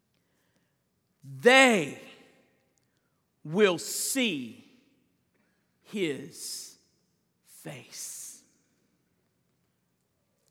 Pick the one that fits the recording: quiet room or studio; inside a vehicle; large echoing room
large echoing room